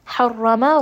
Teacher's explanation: ra here is going to be heavy because of the fatha.